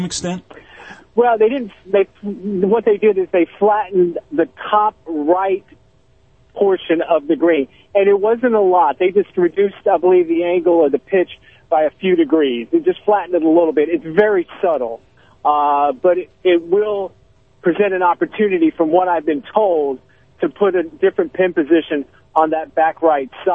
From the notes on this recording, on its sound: phones in from Augusta